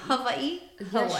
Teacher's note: The W is pronounced like a V.